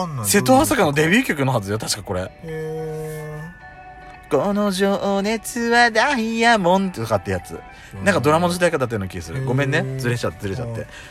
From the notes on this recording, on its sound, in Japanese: パーキング収録